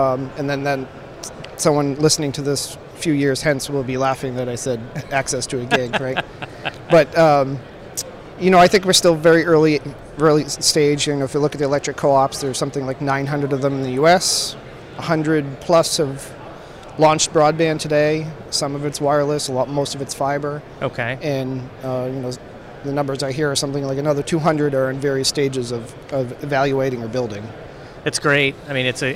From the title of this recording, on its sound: Live from FiberConnect 2019